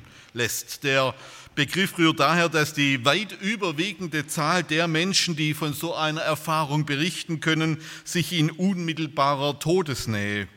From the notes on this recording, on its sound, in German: bei einer Veranstaltung der Liebenzeller Mission